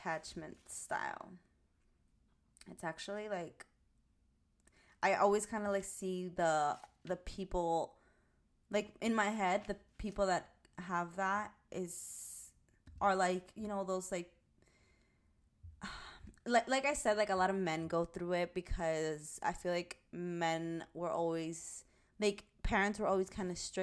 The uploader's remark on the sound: Volume up! My recording seems low.